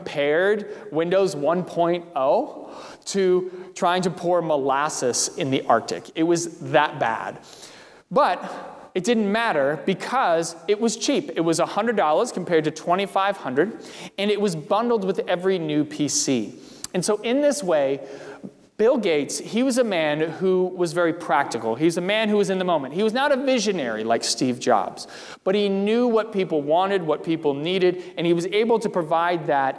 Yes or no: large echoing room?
yes